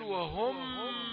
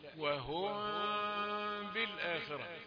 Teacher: بتخفي الميم الساكنة عند الباء · Shown in: second take · بدل ما تقول وهم، يعني الميم كده ضغط عليها بالشفتين، لا وهم بالآخرة. · Term: إخفاء